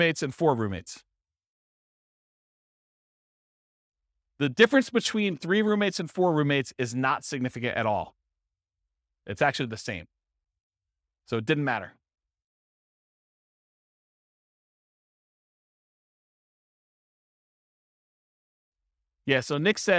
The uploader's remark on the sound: This was a live class recorded